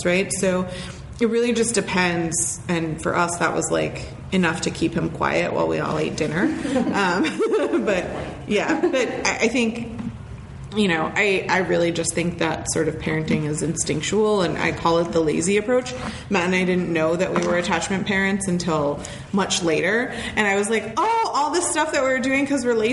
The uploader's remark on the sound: Live Show Part 1. We take live questions and answer them thorougly! There's a live audience. We are in the same room.